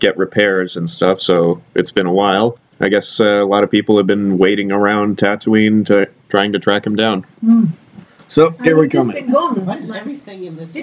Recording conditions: poor microphone